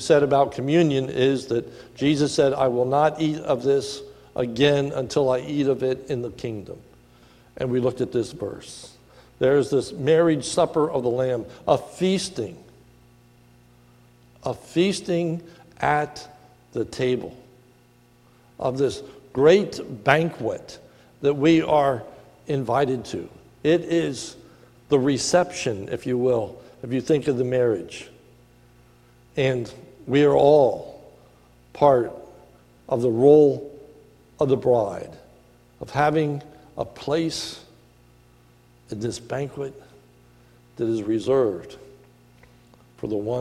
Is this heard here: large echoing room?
yes